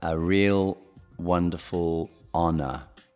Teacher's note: Non si pronuncia l'H in honor, anche se c'è l'H all'inizio. Sono i pochi paroli inglesi che, che c'è scritto l'H, ma non si pronuncia.